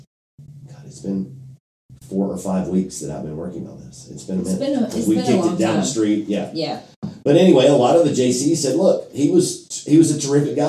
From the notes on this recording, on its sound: Audio disclaimer: This week's episode had some technical difficulties. The sound quality is not up to our usual standards.